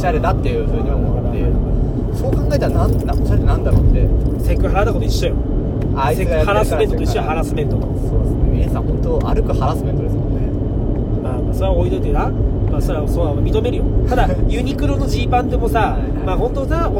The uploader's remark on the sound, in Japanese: 営業中の車の中で